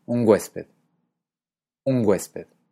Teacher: huésped tiene un refuerzo con una G